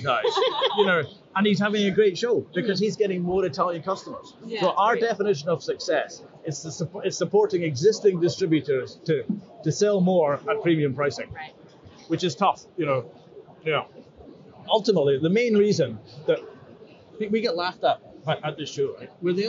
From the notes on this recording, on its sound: Live From Seafood Expo Global. Recording directly from the Scotland Pavilion in Hall 2, on the second day of the Barcelona show.